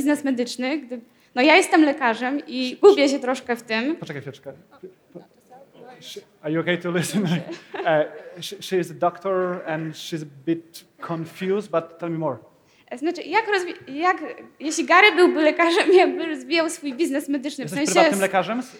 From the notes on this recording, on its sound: KEYNOTE IN WARSAW. This was an all-time keynote in Poland, full of a massive Q&A section.